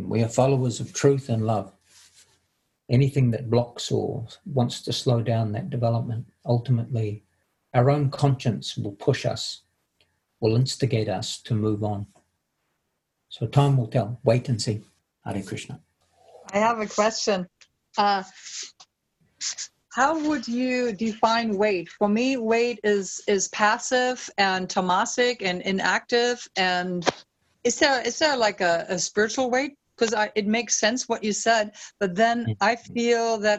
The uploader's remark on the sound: Latest Zoom meeting.